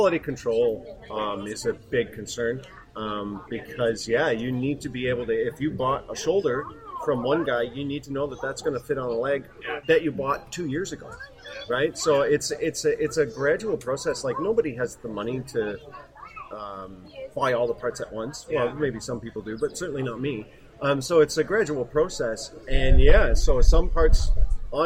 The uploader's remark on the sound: It's our first live show! Recorded during Star Wars Day at Storybook Gardens, right here in London. The interviews we conducted during Star Wars Day at Storybook Gardens. (The audio may be a little rough at points - bear with us as we work out the kinks of recording live!).